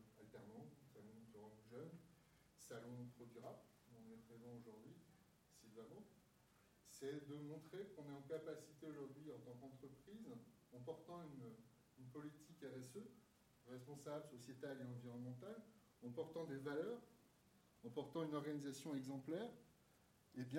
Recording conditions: poor microphone